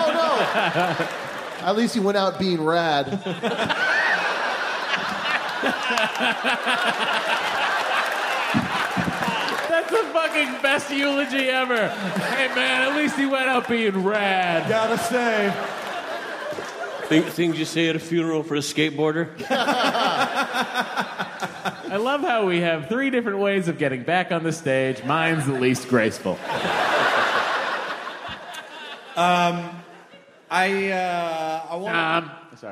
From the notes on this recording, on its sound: It's the Nerdist Podcast live from SF Sketchfest at the Curran Theatre!